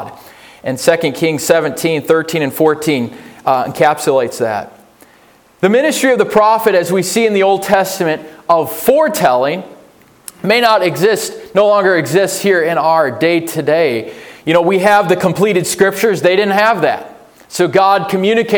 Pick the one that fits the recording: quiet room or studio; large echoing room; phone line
large echoing room